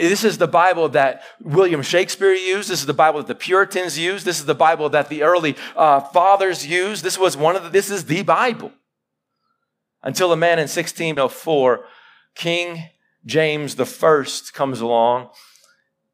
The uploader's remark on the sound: Live sermon recorded 11-July-2021